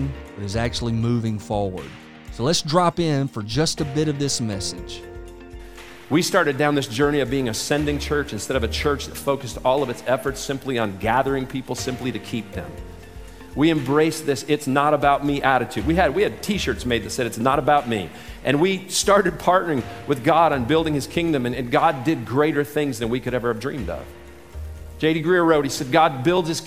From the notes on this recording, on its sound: this selection from the 2019 MOVE conference